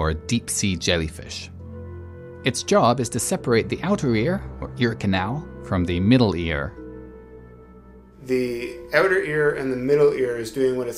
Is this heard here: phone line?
no